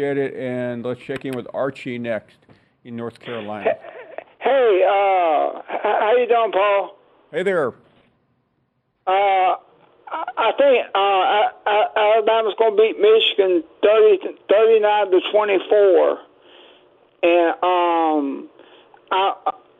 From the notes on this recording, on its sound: We squeeze in some of your phone calls.